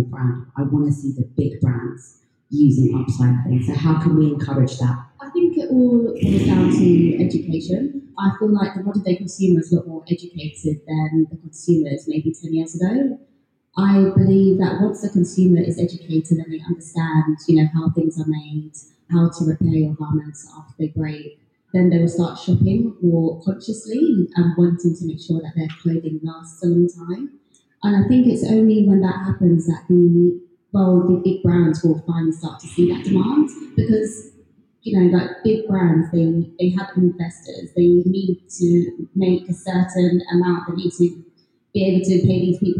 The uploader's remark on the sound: Recorded last year September at the Lone Design Club pop up store on London’s Regent Street. LIVE from the Lone Design Club pop up. Today’s episode is another live one, recorded last year September at the Lone Design Club pop up store on London’s Regent Street.